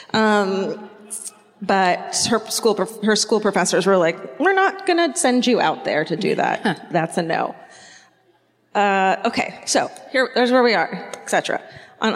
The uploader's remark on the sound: Live at the Fox Theatre in Detroit, MI (2019)